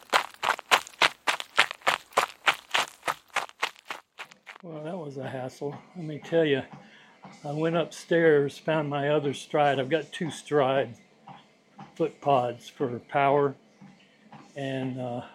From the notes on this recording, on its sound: I recorded this podcast while I was on my treadmill. Recorded on a dji Mic2.